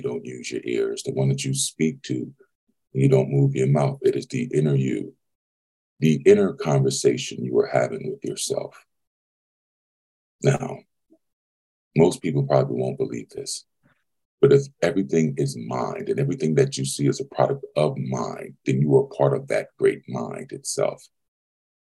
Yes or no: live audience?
no